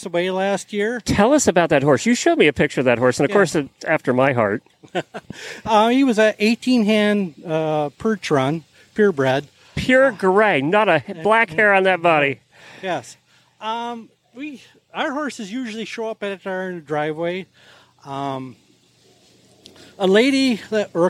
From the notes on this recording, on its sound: Road Show. Truck in a parking lot in Norwalk, OH.